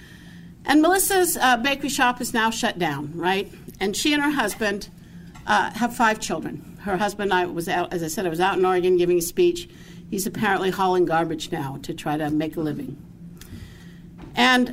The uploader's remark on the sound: Talk was part of the Society of Catholic Social Scientists Conference at Franciscan University of Steubenville.